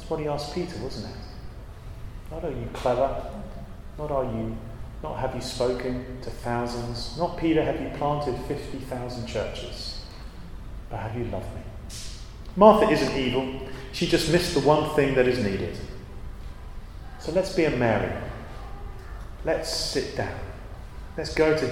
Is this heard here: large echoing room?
yes